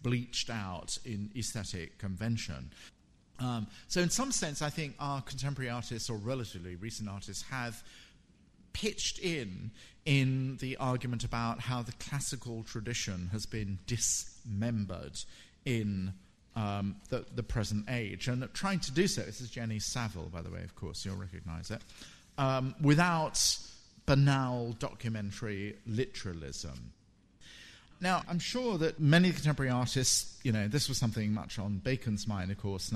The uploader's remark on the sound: in this recording of his FT Frieze week lecture